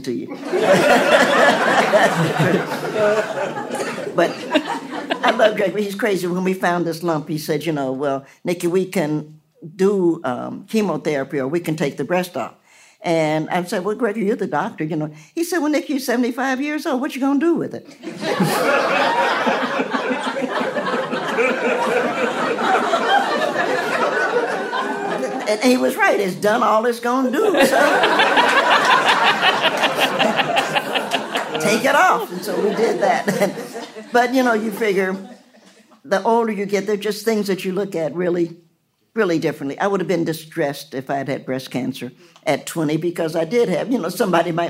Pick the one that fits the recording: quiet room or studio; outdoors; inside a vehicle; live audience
live audience